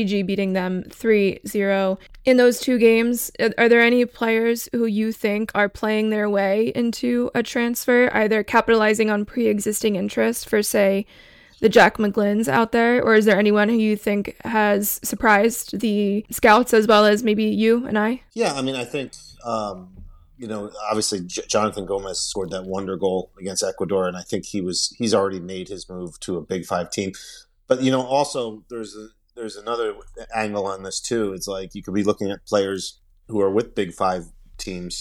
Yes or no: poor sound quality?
no